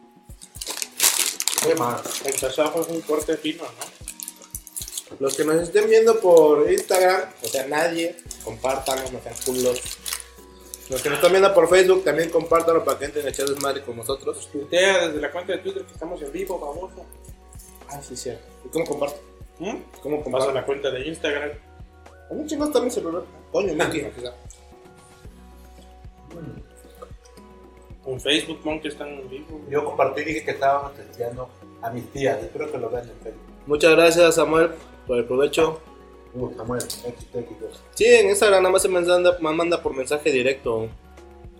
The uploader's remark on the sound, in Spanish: Probamos transmisión en vivo. Disculpen el audio pero la cagamos.